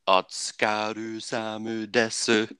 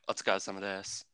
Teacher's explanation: it's got so many U's in it when you read it, but when you say it, you don't say it · Shown in: second take · Or, like, if I read it, it's like, Otsukaru samu desu.